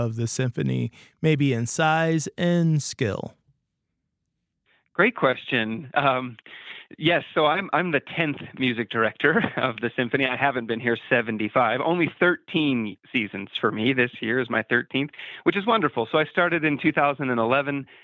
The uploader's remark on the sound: chats over the phone